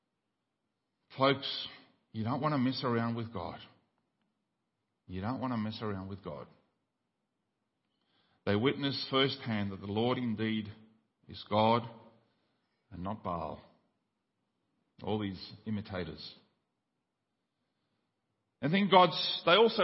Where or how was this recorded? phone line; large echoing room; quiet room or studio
large echoing room